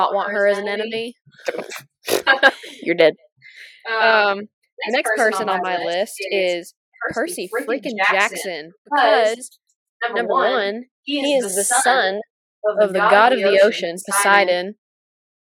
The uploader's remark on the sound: Please excuse our spotty audio as we continue to learn how to do this.